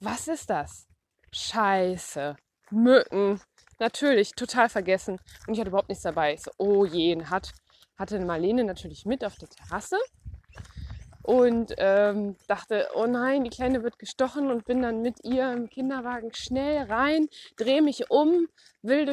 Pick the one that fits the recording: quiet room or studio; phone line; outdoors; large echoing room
outdoors